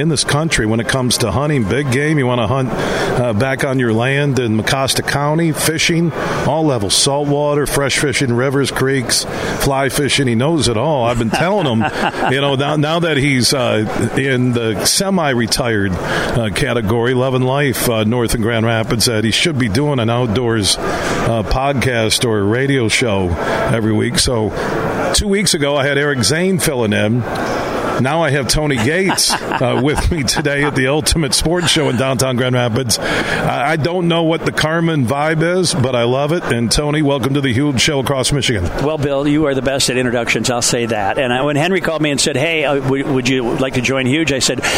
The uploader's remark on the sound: we're broadcasting live from DeVos Place in downtown GR as the Ultimate Sport Show is in town today through Sunday